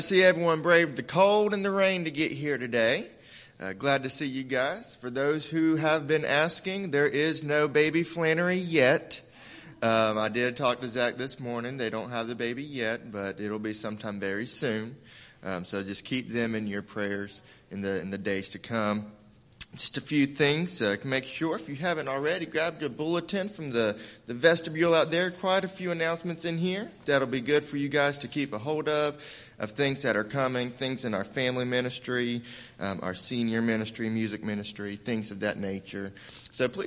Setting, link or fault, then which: setting, large echoing room